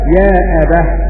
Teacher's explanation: وقف على كلمة يا أبت بالهاء